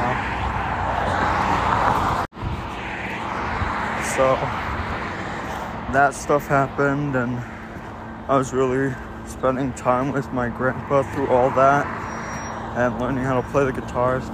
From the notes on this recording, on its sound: Walk and talk